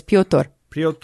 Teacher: With a rolling voiceless R at the end.